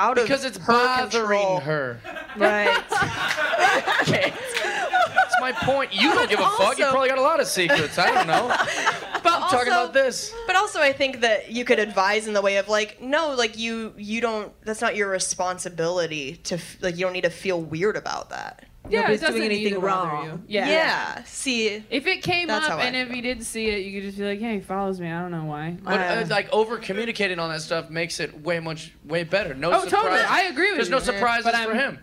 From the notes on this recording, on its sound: LIVE from The Hollywood Improv. The girls are back at the Hollywood Improv for another LIVE episode.